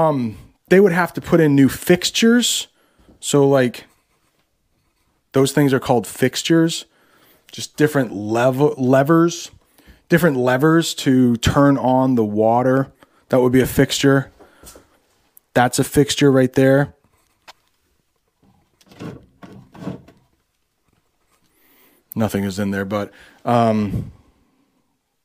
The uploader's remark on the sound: This American English teacher visits an abandoned house with his brother and has a conversation while walking through the house.